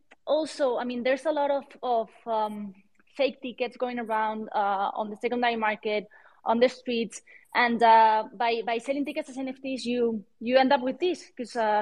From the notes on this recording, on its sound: This episode of the podcast was recorded live on Friday, December 30th, 2022 via a Twitter Space.